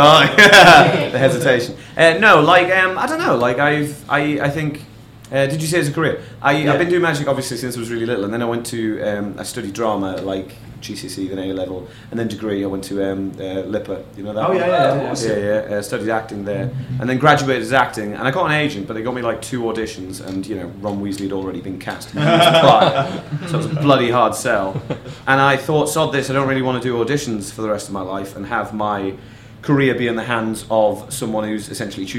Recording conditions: busy venue